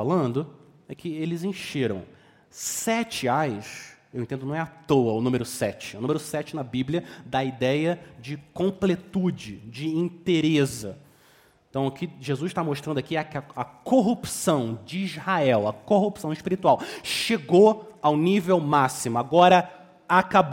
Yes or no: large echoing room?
yes